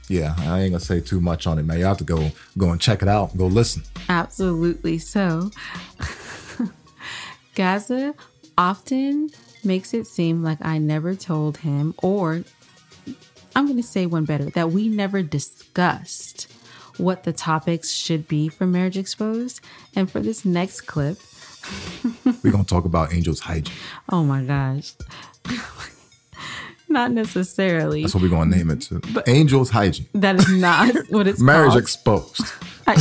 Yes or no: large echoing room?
no